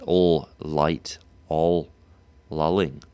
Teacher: L's tend to have a dark quality to them, so L has that bunching of the tongue at the back of the mouth.